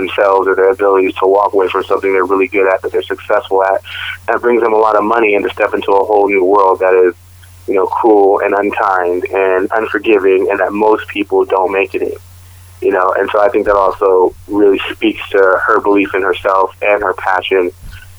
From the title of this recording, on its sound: Phone Interview